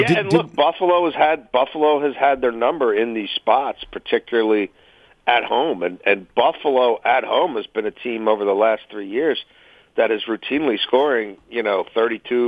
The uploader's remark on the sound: phone in with their weekend picks